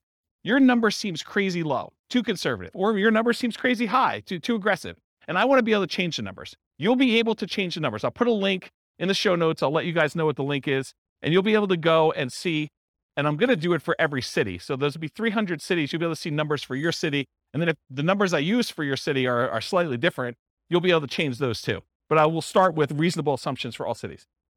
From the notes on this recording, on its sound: This was a live class recorded